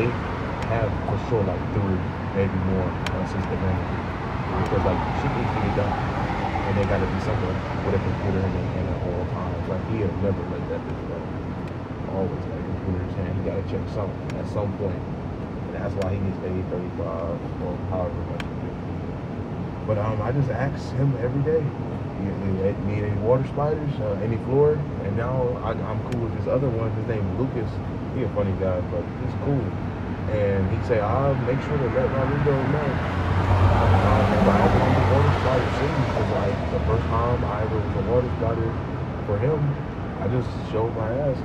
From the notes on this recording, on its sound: In this episode we were outside in the elements (balcony) with a smooth chill pod at the end of the day.